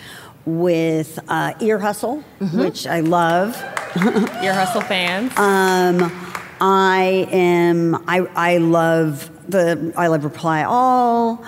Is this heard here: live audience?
yes